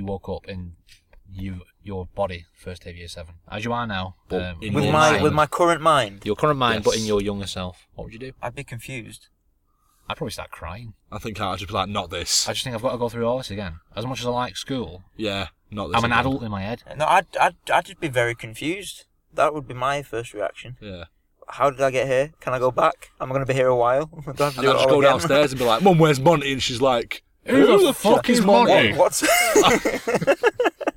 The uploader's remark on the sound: get together in the car once again